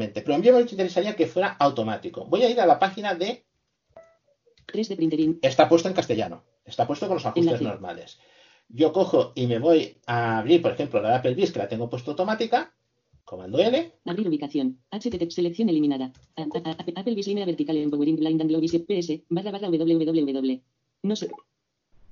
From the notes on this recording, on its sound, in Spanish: A pesar del actual Estado de confinamiento debido a la cuarentena por la pandemia del Covid-19. En esta ocasión se ha realizado de forma virtual, a través de un chat grupal de Skype.